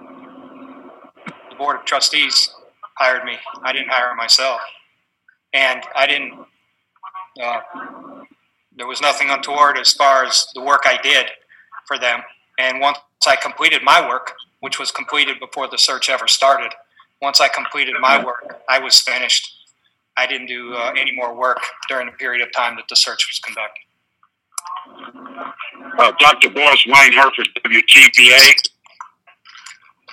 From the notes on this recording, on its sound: met the media on a conference call.